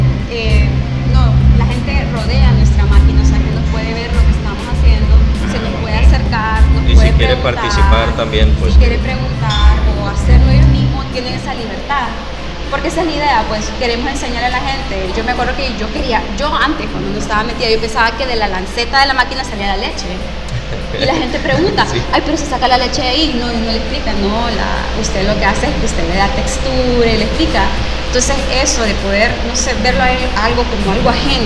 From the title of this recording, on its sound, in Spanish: Oh! Café en el Festival Centroamérica de Café.